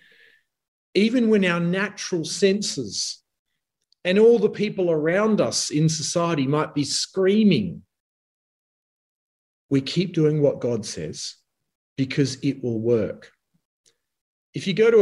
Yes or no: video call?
yes